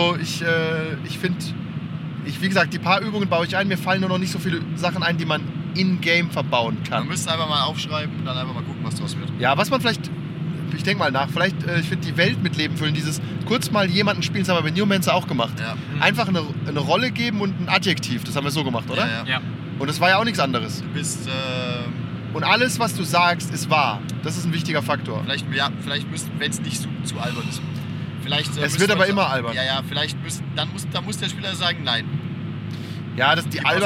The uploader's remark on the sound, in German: Die Audioqualität leidet etwas darunter, da wir im Auto auf dem Hin- und Rückweg aufgenommen haben